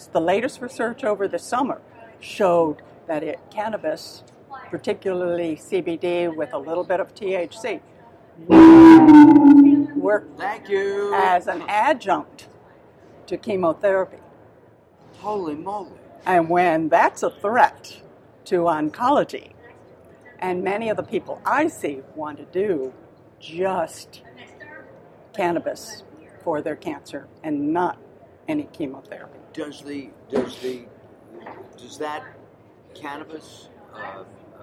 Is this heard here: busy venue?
yes